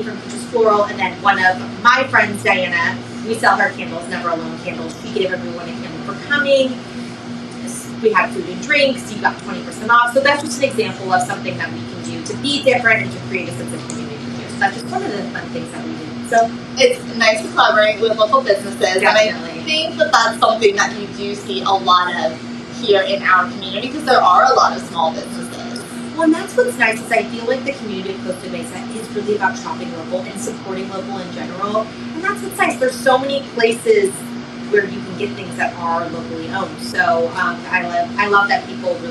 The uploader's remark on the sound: PS - please excuse the fan noise - we recorded this during the heatwave! Costa Mesa, CA.